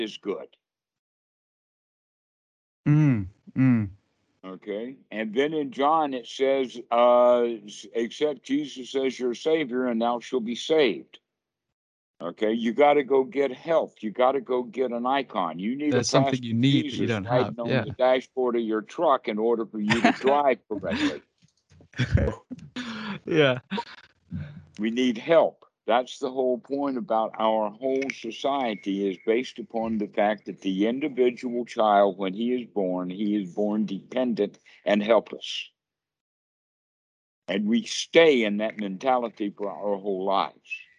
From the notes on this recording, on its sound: skype calls on this channel